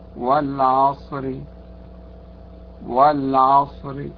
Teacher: كذلك الراء الممالة، الراء الممالة مجراها هار، هار، هار، الراء المكسورة وصلا وموقوف عليها بوجه الروم أيضا ترقق